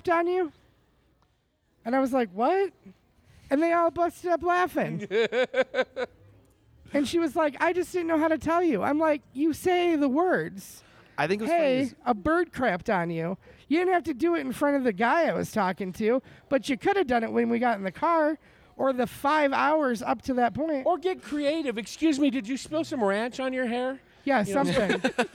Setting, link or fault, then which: setting, busy venue